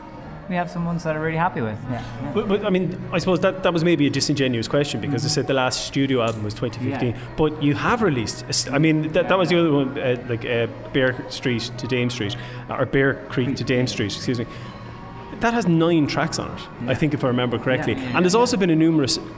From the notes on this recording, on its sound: The coversation was recorded over pizza